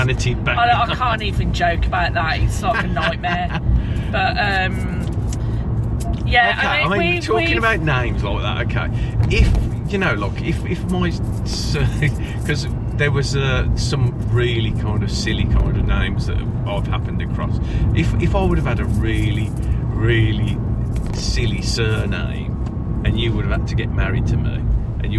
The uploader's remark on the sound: Recorded on the car journey home from work